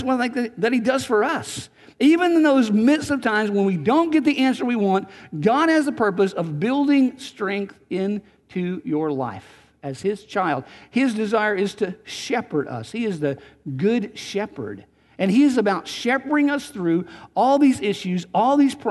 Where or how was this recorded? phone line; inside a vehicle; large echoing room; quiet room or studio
large echoing room